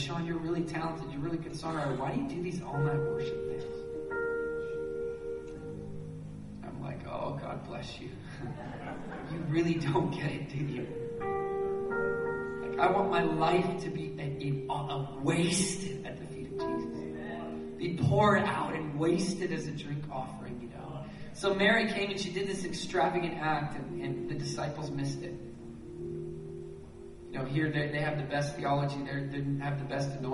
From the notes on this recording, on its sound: at Resurgence Edmonton on June 9, 2012